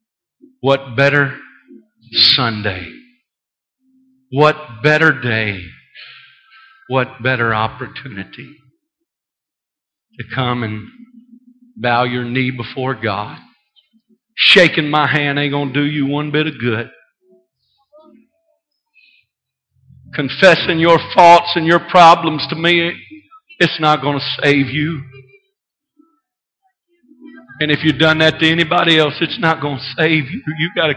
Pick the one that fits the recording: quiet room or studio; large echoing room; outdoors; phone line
large echoing room